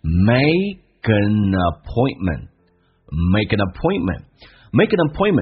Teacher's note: an 跟 appointment 的 a 形成个连音叫 n